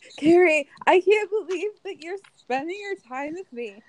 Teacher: It's breathy and a little nasal